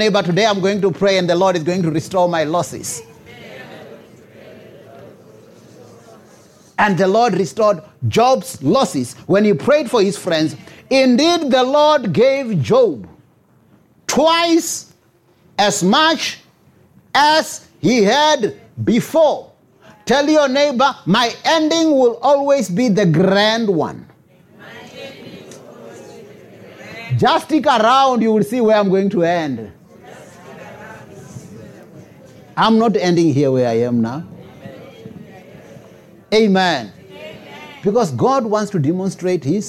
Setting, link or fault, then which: setting, large echoing room